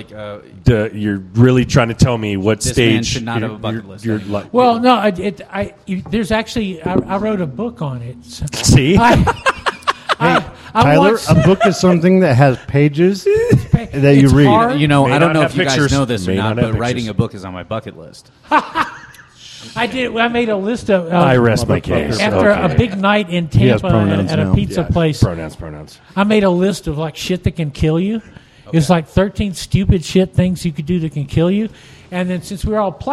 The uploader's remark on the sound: recorded at the Lucid Optics Ballistic Summit in Raton, New Mexico